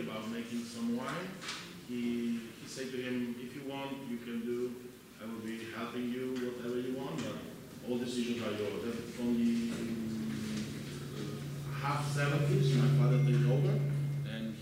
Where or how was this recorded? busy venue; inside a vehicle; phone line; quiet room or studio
busy venue